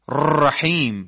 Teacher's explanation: را لرزشیه و در تجوید مقبول نیست، مثل این که ما بگیم رحیم و این غلطه.